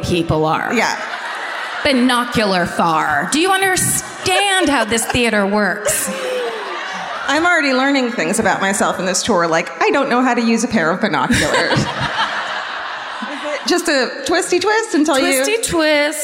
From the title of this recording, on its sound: Live at the Civic Theatre in San Diego, CA